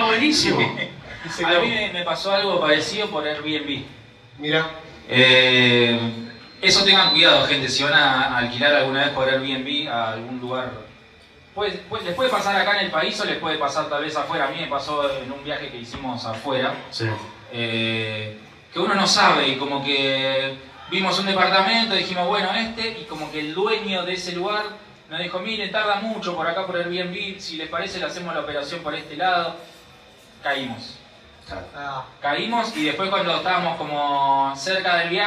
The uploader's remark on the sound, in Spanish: Función en vivo en Bernal. La hicimos en nuestro bar amigo de Ríe Bar de Bernal. Tuvimos un problema con la consola, por eso el audio no salió perfecto.